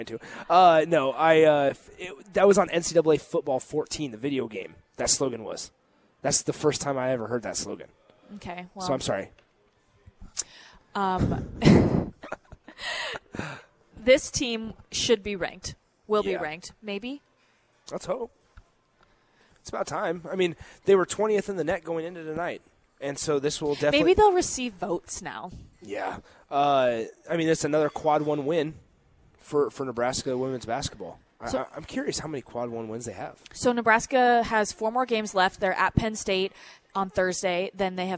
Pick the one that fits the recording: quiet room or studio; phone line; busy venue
busy venue